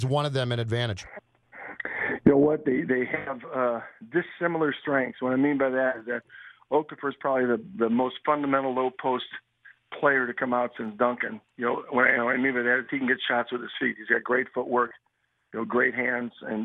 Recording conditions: phone line